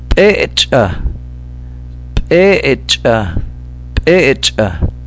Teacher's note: It starts with an explosive p, p, and an explosive ch.